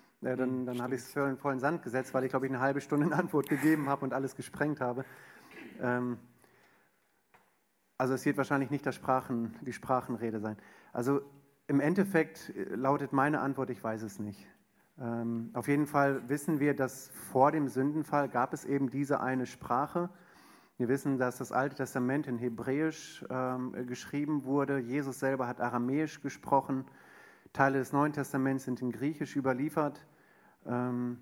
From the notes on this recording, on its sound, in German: Eine Frage aus unserem Q&A Abend